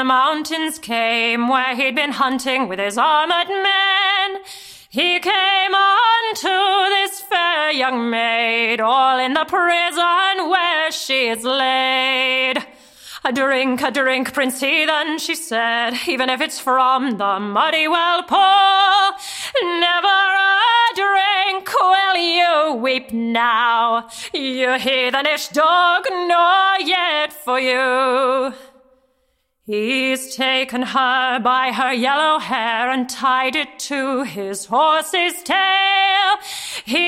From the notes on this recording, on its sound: The Folklore Podcast presents a recording of a panel discussion hosted at Maidstone Museum. This panel was presented as part of a museum exhibition entitled "Animal Guising and the Kentish Hooden Horse". The recording was provided for broadcast by Maidstone Museum.